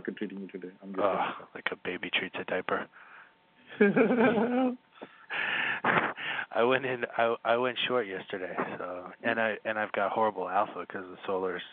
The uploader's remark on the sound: The audio of a phone call